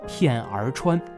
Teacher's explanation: 片儿川的儿，它不是北方话里那种一带而过的卷舌音，而是清清楚楚明明白白要念出来的 · Term: 儿化音